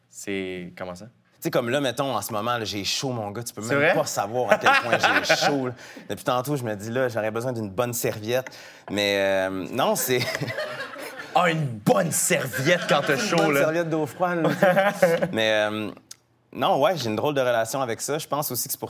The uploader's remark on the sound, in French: J'ai décidé de vous faire patienter avec des entrevues devant public que j'ai enregistrées l'année dernière.